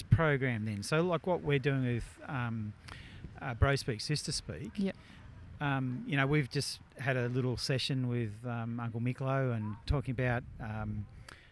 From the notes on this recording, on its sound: We speak with students 'in the wild'! We pull out the mics and have a chat to some of our yr10 ingenious students while on a field trip.